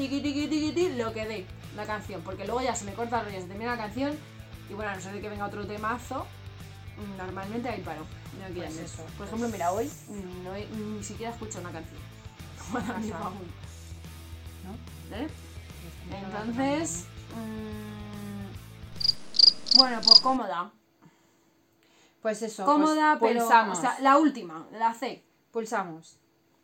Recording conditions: phone or laptop microphone